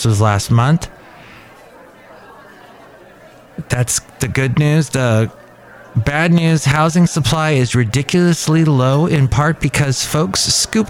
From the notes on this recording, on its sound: podcasts live from Café Anyway